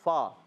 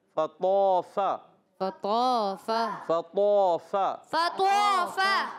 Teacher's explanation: فا اوپر والے دانتوں کے کنارے جب نیچے والے ہونٹ کے تر حصے سے لگتے ہیں تو ادا ہوتا ہے